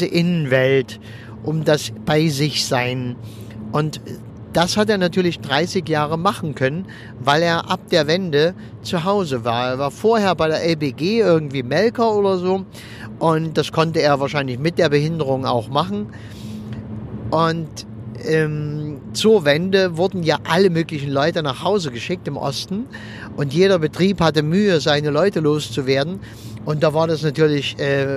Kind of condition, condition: setting, inside a vehicle